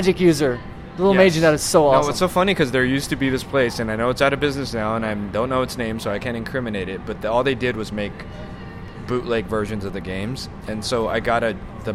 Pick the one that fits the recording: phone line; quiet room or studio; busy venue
busy venue